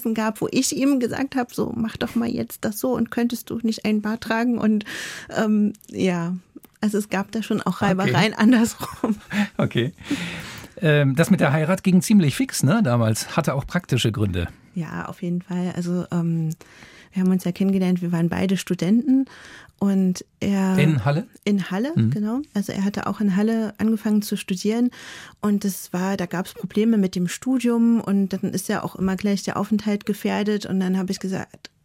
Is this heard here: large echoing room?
no